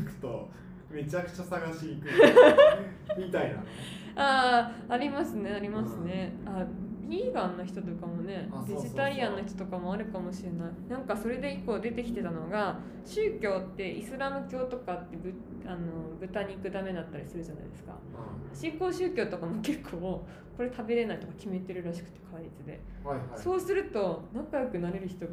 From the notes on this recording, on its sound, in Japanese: 収録は2月に対面で行いましたので雑音多めです。